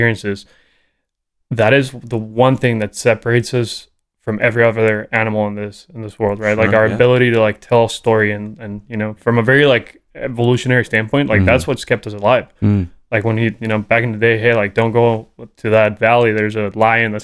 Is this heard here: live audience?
no